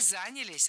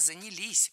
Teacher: Не занялись, а занялись. Ударение ставим все туда же, на последний слог, рядышком с частью «с». · Shown in: second take